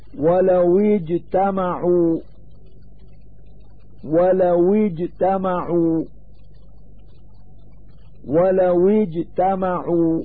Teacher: مخرج التاء في هذه الكلمات قريب من مخرج الشين فيميل جهاز التكلم إلى النطق بالحرف الضعيف لأنه قريب من مخرج